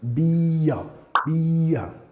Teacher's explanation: Vinculando la primera sílaba que es el sonido schwa.